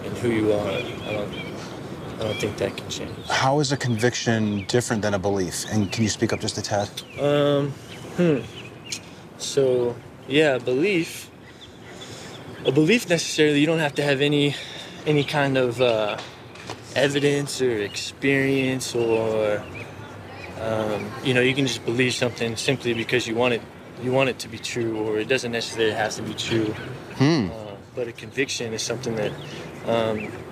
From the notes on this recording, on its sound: Location: San Antonio, Texas. Recorded w/Go-Pro.